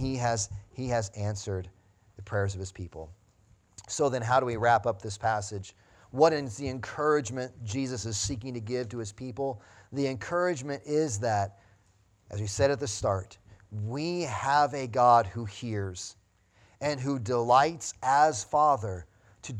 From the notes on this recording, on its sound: Sunday Morning Sermon Audio